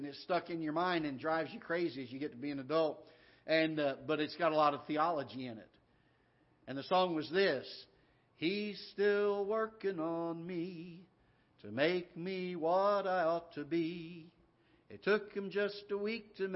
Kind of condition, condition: setting, large echoing room